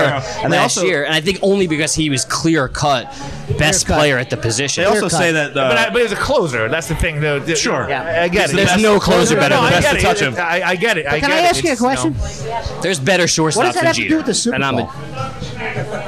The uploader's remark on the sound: LIVE from Johnny Mac's House of Spirits in Asbury Park